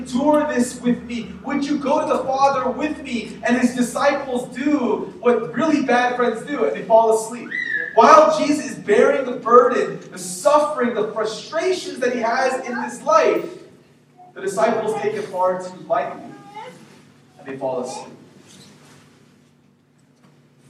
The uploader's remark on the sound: We apologize for the poor audio quality.